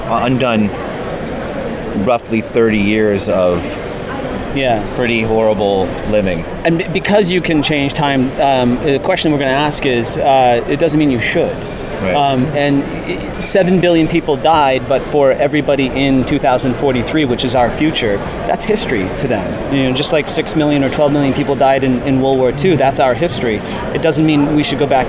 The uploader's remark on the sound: Taped at NYCC